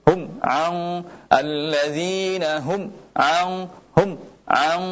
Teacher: Hum, ang, dan suaranya dia mengalir, ya, suaranya dia mengalir sedikit, ya, hum, ang, jadi tidak tepat kalau kita memutuskan suaranya · Term: gunnah